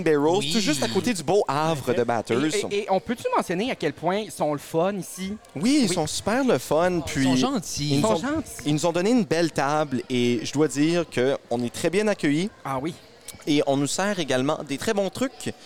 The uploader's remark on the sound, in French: enregistré au 13 Barrels dans la métropole de Bathurst